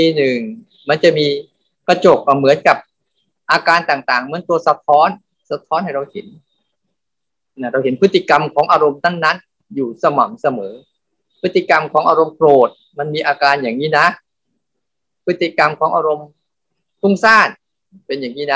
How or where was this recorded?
video call